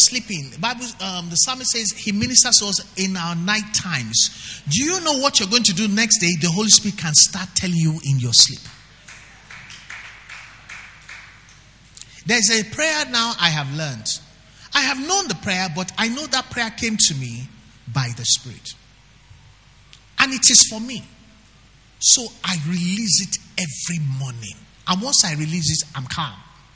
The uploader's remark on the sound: Record LIVE at our Wednesday Interactive Service on January 30, 2019